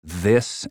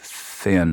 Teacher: It's the two different TH sounds, like in this and thin. One is voiced, one is unvoiced, right?